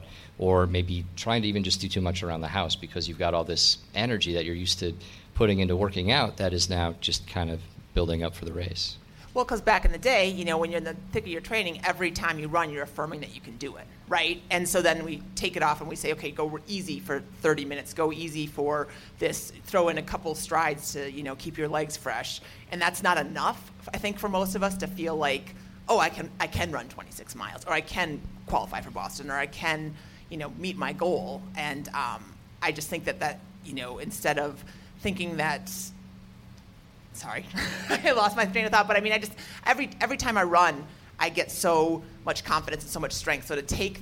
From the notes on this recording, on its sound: Live from Ogden, Utah. In this recorded-in-front-of-a-live-audience episode.